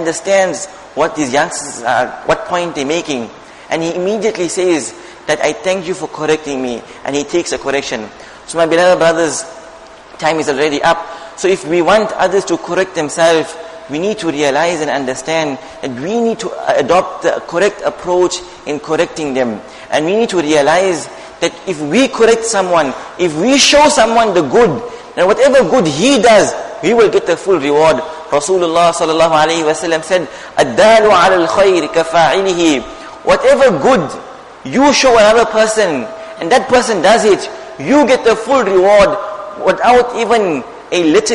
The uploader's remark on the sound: Jumuah Lecture at Masjid ur Rahman